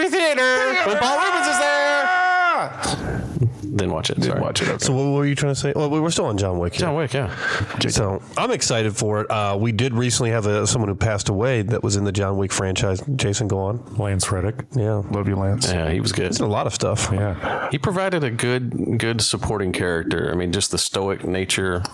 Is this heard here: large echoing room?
no